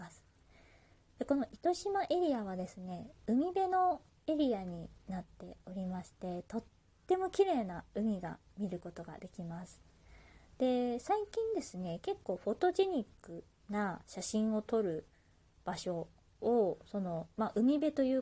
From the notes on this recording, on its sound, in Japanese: 自宅でスマホによる収録のため様々な騒音が収録されています、ご了承ください